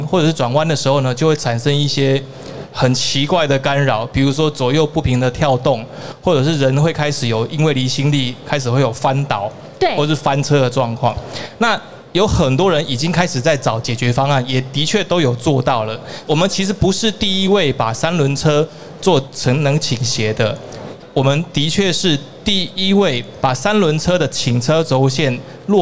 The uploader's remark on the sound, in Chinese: 2022 Taipei Cycle台北國際自行車展-Live Podcast